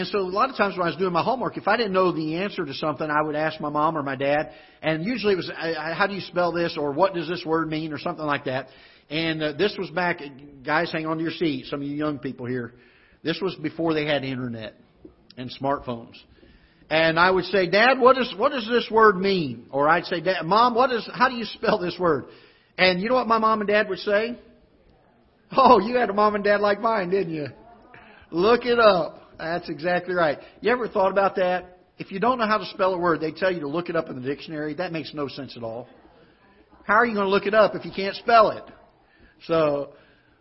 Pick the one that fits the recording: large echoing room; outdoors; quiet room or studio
large echoing room